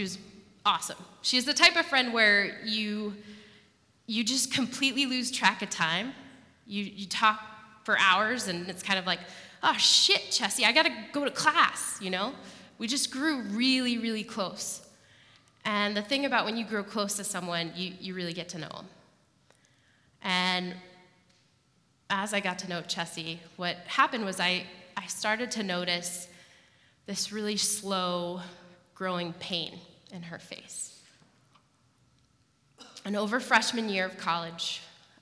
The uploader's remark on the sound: live at The Old Church Concert Hall in Portland, OR